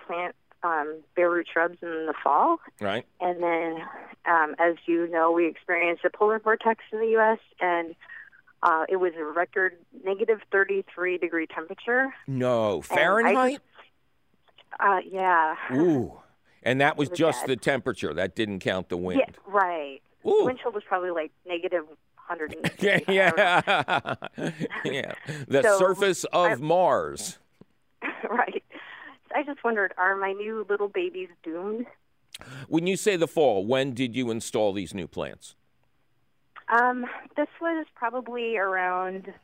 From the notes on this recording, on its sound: takes your fabulous phone call questions